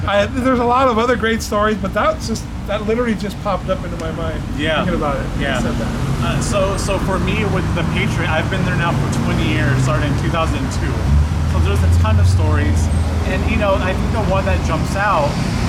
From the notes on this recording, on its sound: Chatting in Beautiful Downtown Downey. Head outdoors.